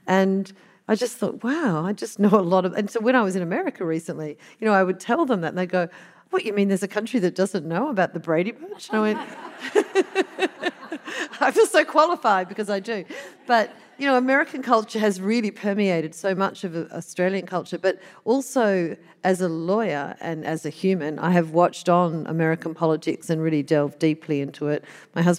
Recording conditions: live audience